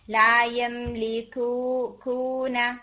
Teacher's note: اس میں کو بالکل بغیر نیزل ساؤنڈ کے ہوگی